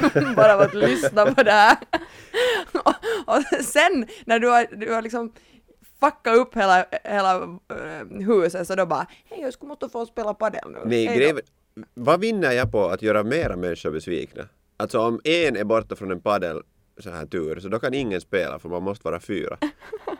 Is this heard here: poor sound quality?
no